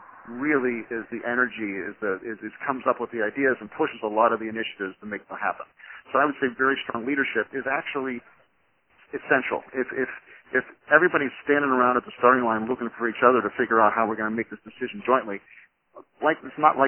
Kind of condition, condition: link, phone line